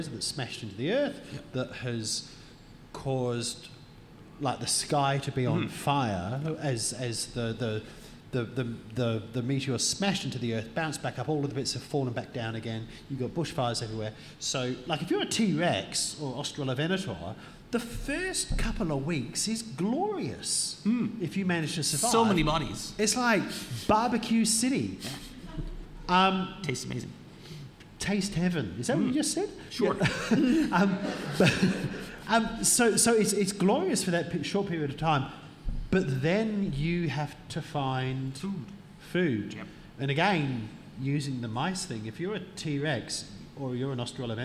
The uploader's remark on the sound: We’re LIVE for a second time in Armidale for National Science Week at The Welder’s Dog Brewery, on Anaiwan country, also known as high country, in the state of New South Wales, Australia.